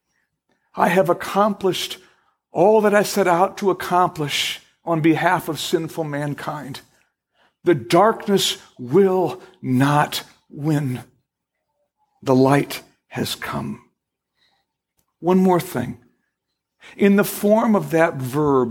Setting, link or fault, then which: setting, large echoing room